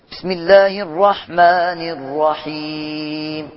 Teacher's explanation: خلي بالك ان الرحمن حركتين بس